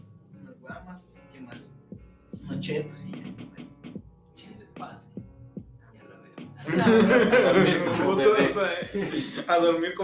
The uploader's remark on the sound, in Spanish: Primero que nada banda una disculpa por el audio. No se grabó en las condiciones más óptimas.